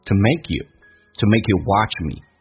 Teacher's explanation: 像这个 me 长元音肯定弱化成短元音了